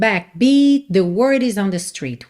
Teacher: Então você nem ouve o T final de backbeat, porque já tá ligando em the word.